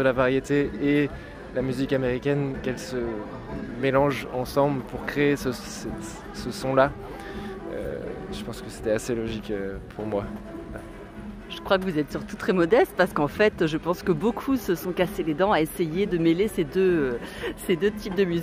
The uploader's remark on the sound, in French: juste avant son passage sur scène au jeudi du Port de Brest du 10 août 2023